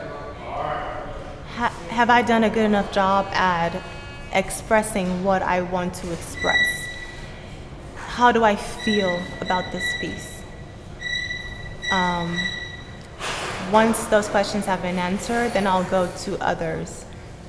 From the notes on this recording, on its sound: Recorded live at Gallery 72